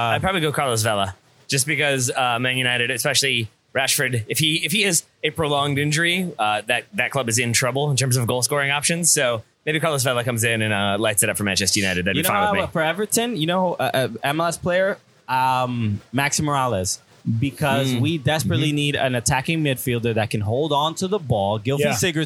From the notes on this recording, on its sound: Recorded on site at the 2020 United Soccer Coaches Convention in Baltimore. Whenever TSS and Cooligans are in the same city, we have to record a crossover pod.